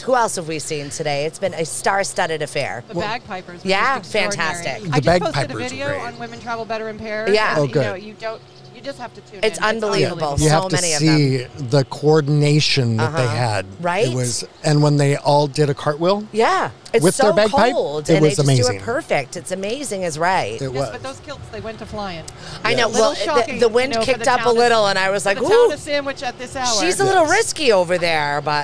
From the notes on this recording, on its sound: The Brown Jug in Sandwich for accommodating us on a busy shopping day and providing us a beautifully decorated store front to broadcast live. The Brown Jug in Sandwich for accommodating us on a busy shopping day and providing us a beautifully decorated store front to broadcast live.